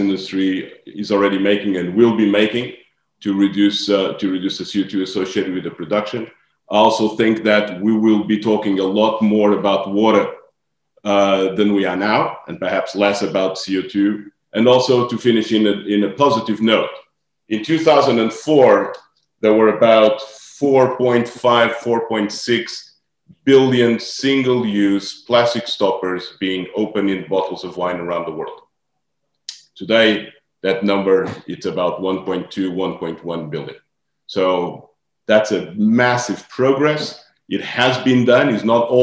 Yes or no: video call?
yes